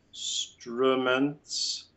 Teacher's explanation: we also have an open U in the word instruments.